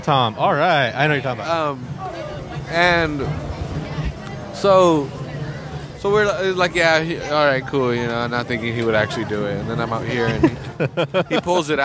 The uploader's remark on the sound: The annual Parade of Lights in downtown Salinas passes in front of the Public House so we decided to set up and record from the sidewalk.